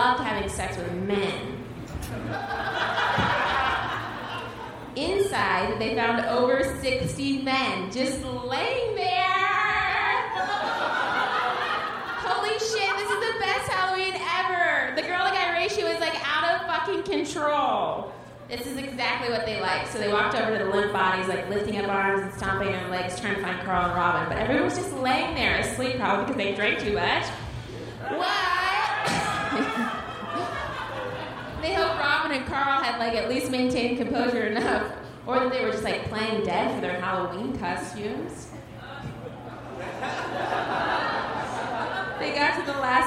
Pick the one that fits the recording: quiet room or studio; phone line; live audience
live audience